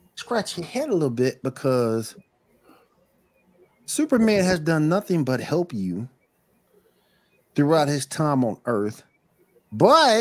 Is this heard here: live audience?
no